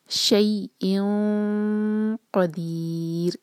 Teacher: جب ان اخفاء ہم کریں تو ہیوی ہوگا کیونکہ ہم قاف کے لیے زبان تیار کر رہے ہیں اور جو ہے قاف ہیوی لیٹر ہے، یہاں رکیں گے قدیر